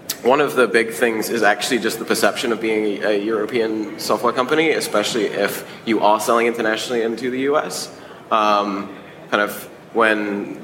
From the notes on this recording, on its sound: we take you back to the SaaStock18 Scale stage for a panel discussion